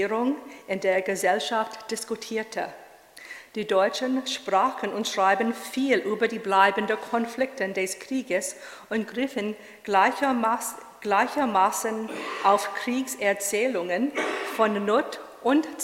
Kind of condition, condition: setting, live audience